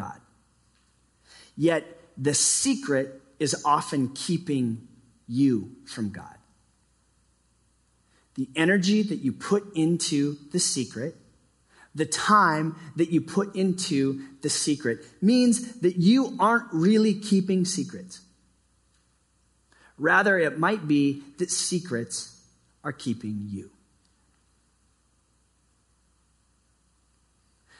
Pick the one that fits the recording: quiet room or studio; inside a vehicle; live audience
live audience